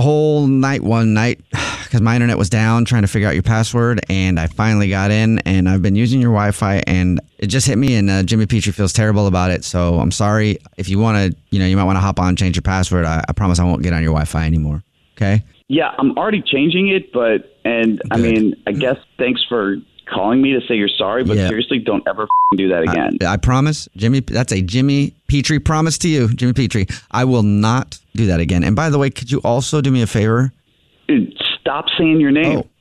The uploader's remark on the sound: Stole your password in this Phone Prank!